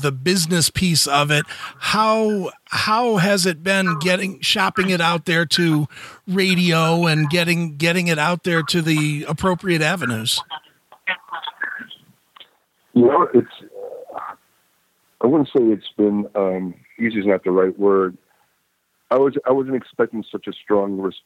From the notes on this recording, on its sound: The guys called